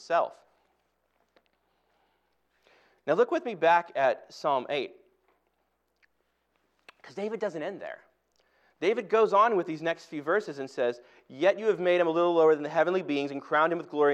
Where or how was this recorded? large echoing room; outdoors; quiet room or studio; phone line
large echoing room